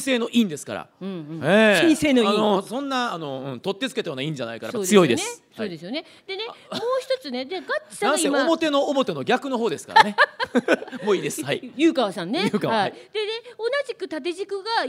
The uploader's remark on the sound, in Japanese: 公開収録